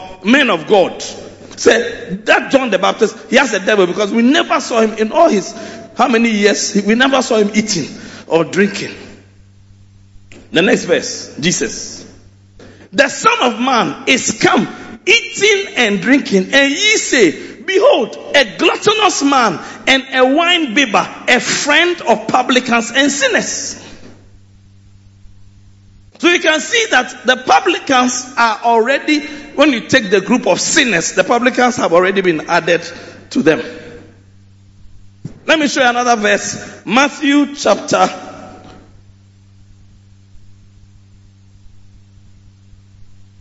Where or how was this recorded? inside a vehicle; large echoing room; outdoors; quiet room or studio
large echoing room